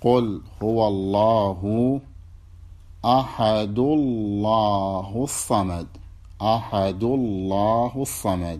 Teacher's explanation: يحذف التنوين ويفخم اللام من لفظ الجلالة · Term: بحذف التنوين